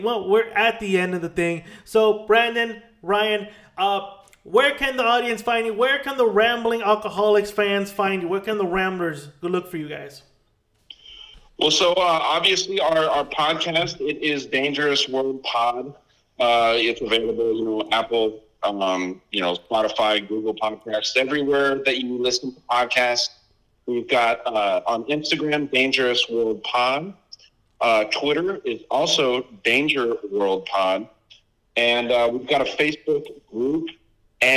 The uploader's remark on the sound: A COUPLE GUYS WHO I HAD THE PLEASURE GETTING DRUNK WITH OVER PHONE AND TALK ABOUT CONSPIRACIES THEORIES.